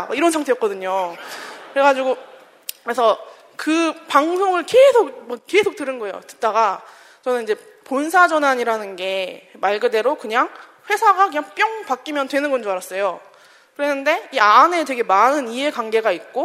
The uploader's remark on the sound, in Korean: 300회특집 공개방송